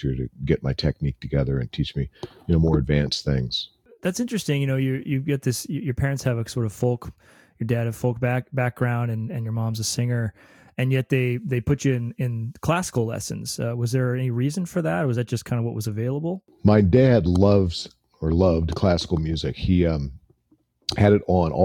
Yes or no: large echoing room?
no